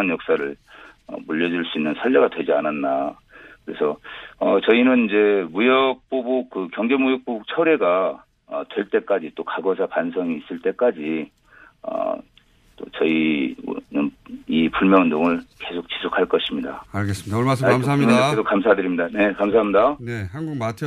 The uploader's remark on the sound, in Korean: 전화연결